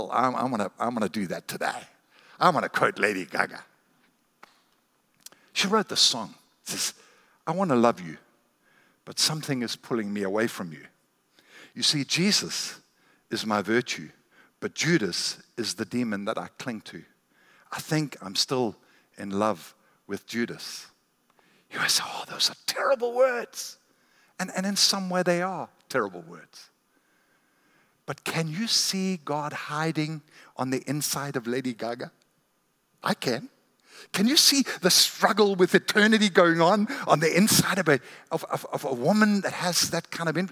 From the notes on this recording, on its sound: recorded at Northlands Church on March 15, 2020